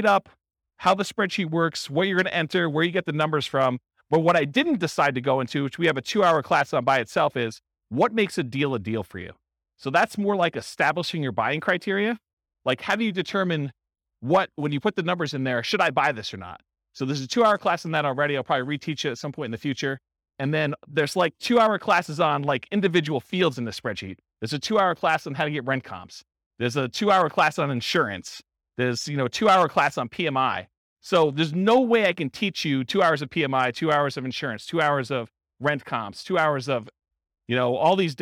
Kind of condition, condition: setting, live audience